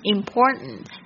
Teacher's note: 可能你会在听的时候呢，听到 T 都弱化。这个是 T 呢，它是在 N 这个发音之前呢